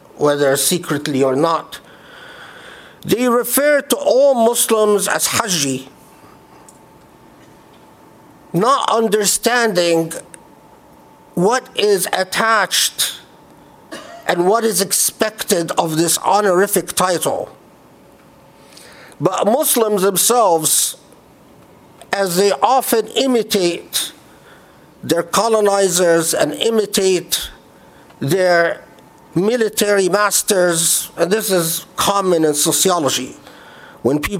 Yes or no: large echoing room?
yes